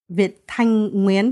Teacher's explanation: So the TH is not actually a th sound. It's a hard T.